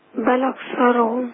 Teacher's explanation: هنشيل الهمزة، الهمزة عليها حركة ايه؟ فتحة. ايه الفتحة دي هنحطها على اللام